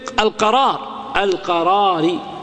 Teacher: هنا الألف قبلها راء مفتوحة لكن بعدها راء مكسورة أيضا يحصل إيش الإمالة في ذلك